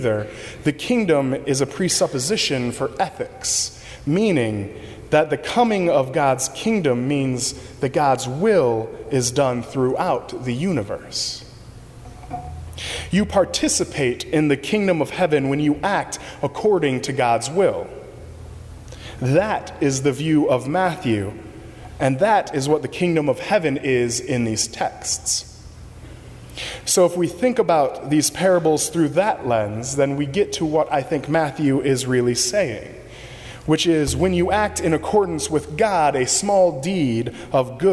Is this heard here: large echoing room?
yes